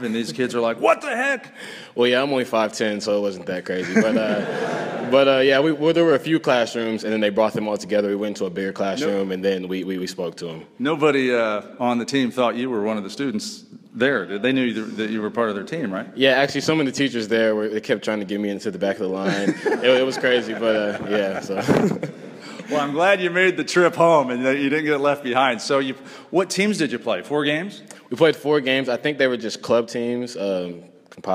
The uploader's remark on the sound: We begin this show in front of a live studio audience at Oral Roberts University in Tulsa OK.